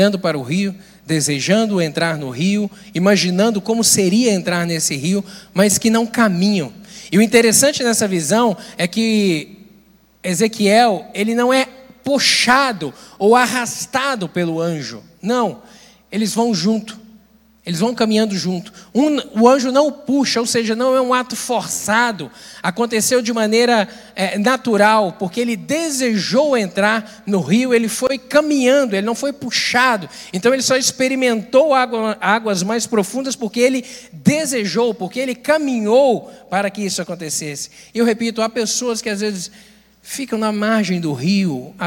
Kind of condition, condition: setting, large echoing room